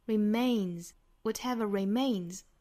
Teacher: 后面这个 s 应该是浊音的 z